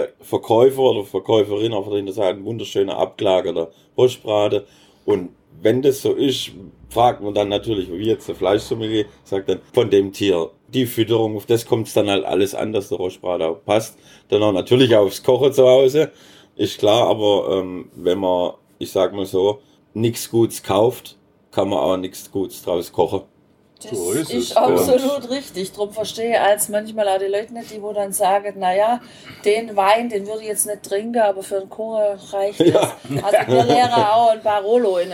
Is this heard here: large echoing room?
no